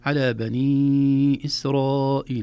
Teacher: الأول مد جائز منفصل، نمده في حفص 4 حركات. إسرائيل مد واجب متصل، نمده 4 حركات. أحيانا بعض الفضلاء إذا قرأ والنفس قصر معه يمد الأول ويترك الثاني، يقول: على بني إسرائيل أكثر.